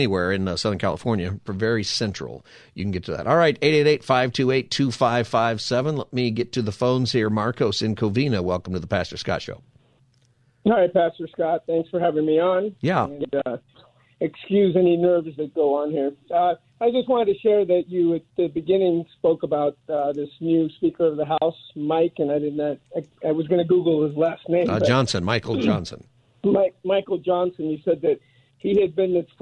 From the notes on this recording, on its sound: Listeners call in and give their opinions.